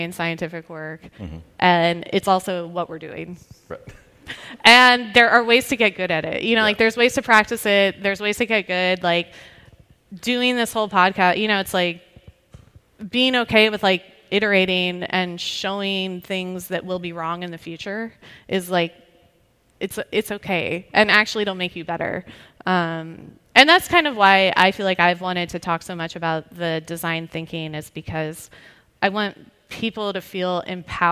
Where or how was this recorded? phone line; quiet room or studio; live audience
live audience